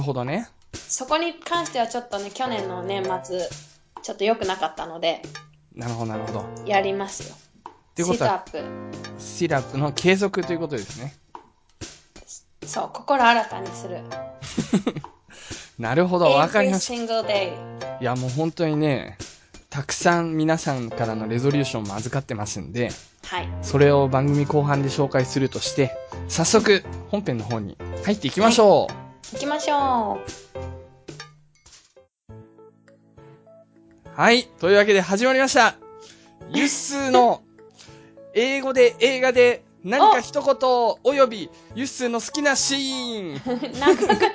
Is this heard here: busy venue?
no